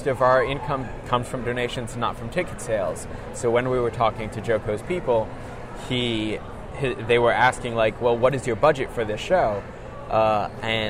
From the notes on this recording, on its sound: we are live at Awesome Con 2017